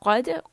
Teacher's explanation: And dal with a sukun is part of these qalqala letters. So we want a slight bouncing sound.